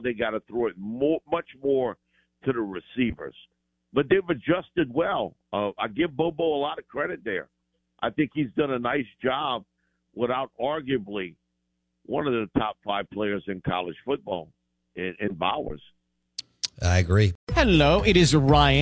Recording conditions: phone line